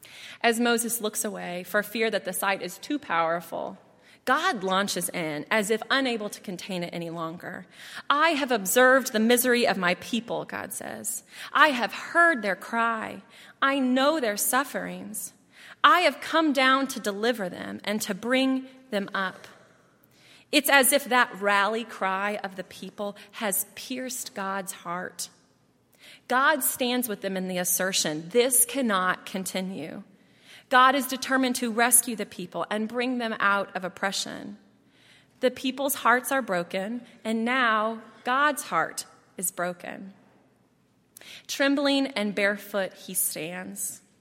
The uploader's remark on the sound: at Highland Baptist Church